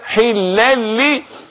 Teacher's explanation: إدغام اللام مع اللام، تلاحظ إن اللام عليها شدة